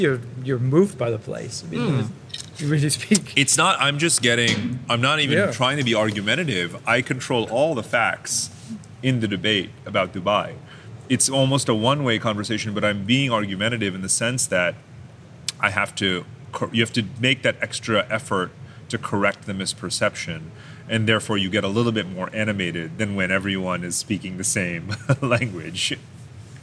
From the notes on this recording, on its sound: took place backstage at the Moscow Urban Forum